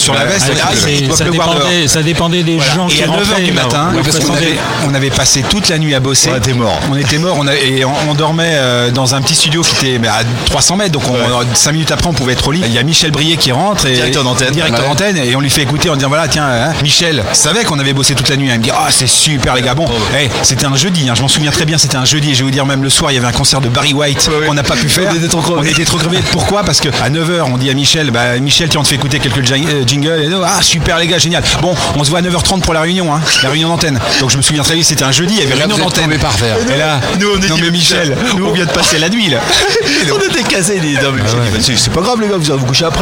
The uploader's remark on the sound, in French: En direct du Dock B à Pantin